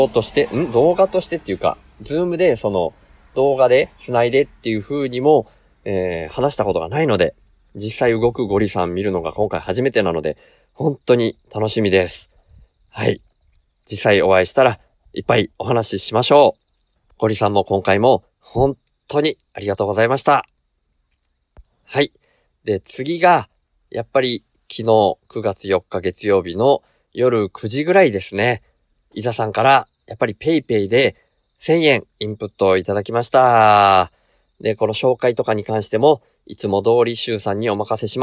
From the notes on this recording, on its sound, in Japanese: 車で下道だけで大阪行き初日～休憩中の車中で収録～。車を停めて休憩している時に収録しました。